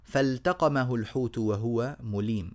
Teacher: اللام مع التاء تحتاج إلى أيضا إظهار وتوضيح وبيان